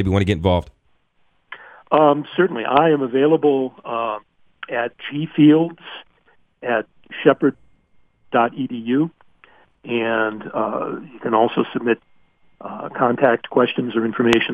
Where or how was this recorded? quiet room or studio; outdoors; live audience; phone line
phone line